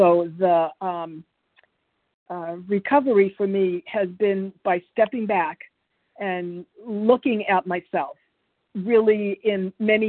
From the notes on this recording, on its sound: qualification from the 100 Pounders Phone Meeting